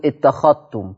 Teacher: يضغم الذال الساكنة في التاء المتحركة من كلمة اتخذتم ومشتقاتها · Term: حروف قربت مخارجها